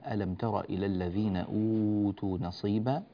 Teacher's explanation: في أوتوا هنا عندنا مد بدل، وقد مددناه 4 حركات كما هي العادة.